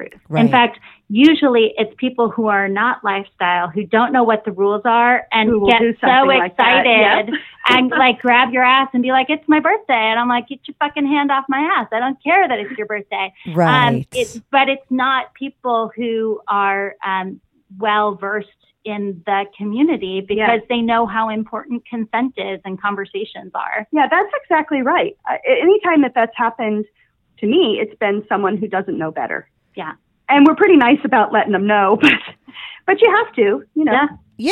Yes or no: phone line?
yes